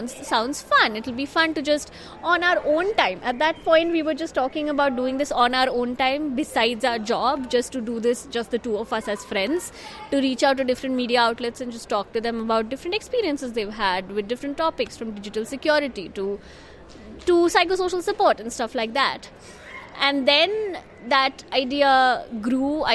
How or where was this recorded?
live audience